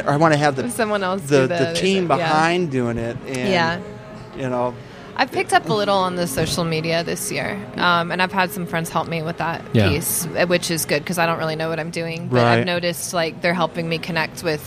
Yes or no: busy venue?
yes